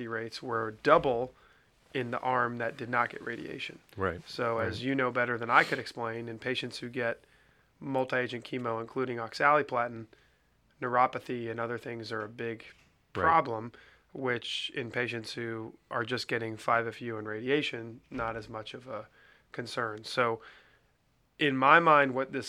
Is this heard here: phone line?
no